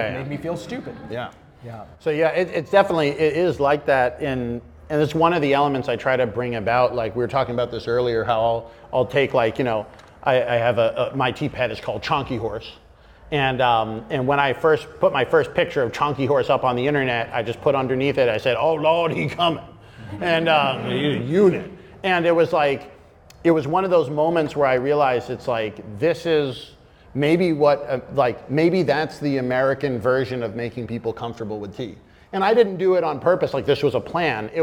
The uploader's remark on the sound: We’re in front of a LIVE AUDIENCE. Hosting the podcast at West China Tea House!